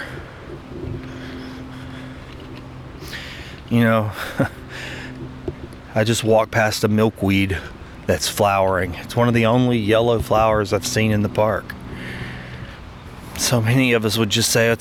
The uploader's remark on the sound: I invite you to walk with me through the Grove, a local walking park—which has become a bit of a personal sanctuary—situated admist the clatter of local traffic